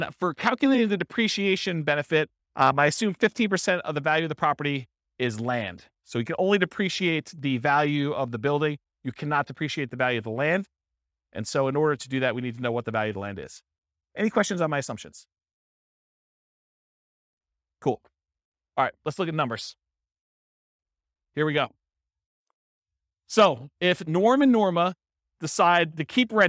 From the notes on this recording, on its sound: This was a live class recorded